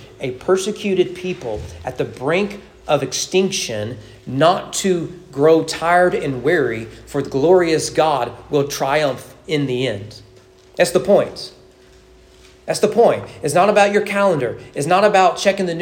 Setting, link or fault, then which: setting, large echoing room